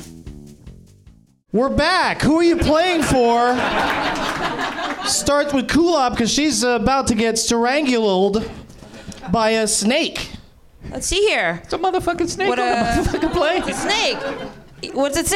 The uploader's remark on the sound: Live from the NerdMelt Showroom in Los Angeles